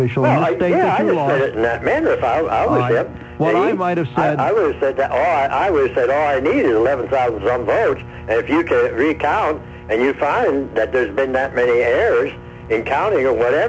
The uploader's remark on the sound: then open phones